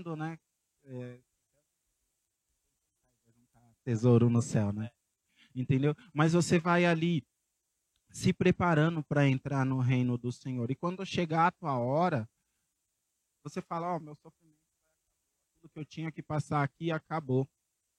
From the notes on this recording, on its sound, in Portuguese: Na Praça do Campo Limpo, em São Paulo.